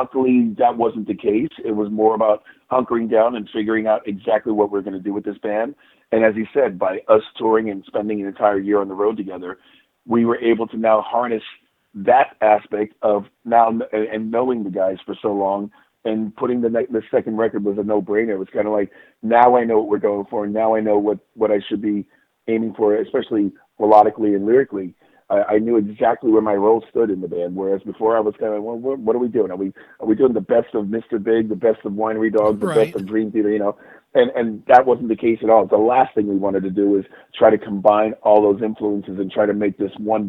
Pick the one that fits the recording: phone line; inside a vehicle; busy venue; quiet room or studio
phone line